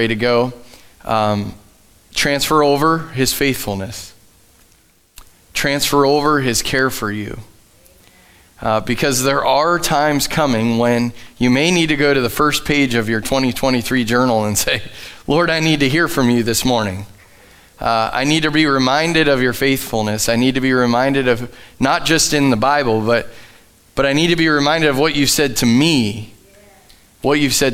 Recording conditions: large echoing room